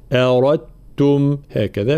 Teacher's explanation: را مفخمة بعدها التاء مشددة · Term: إدغام تام